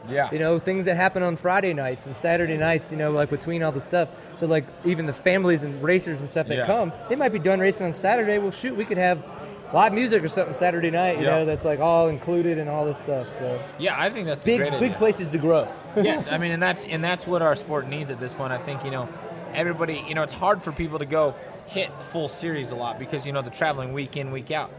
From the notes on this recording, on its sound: Live with racers at the 2013 Big Sky XC during the AMA Offroad National Championships.